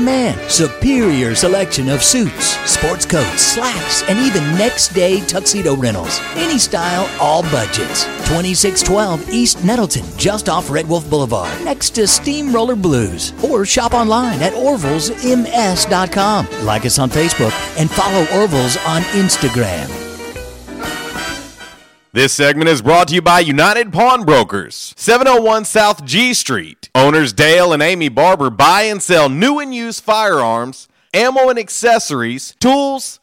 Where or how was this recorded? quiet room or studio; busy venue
busy venue